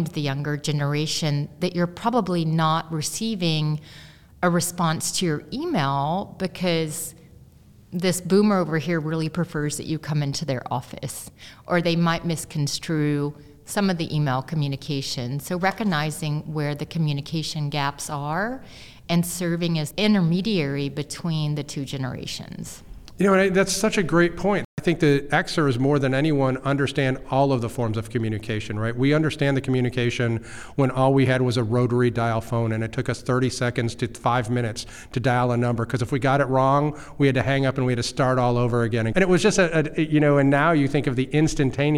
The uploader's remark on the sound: We recorded at Ogletree Deakins’ national Workplace Strategies seminar.